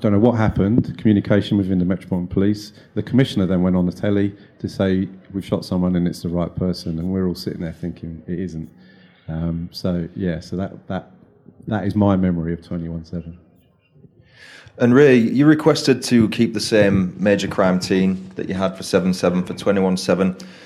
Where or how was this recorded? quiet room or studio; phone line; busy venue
busy venue